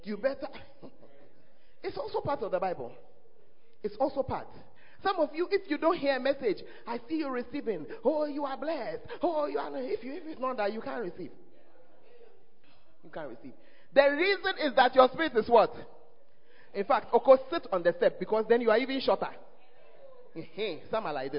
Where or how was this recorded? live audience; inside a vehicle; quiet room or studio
live audience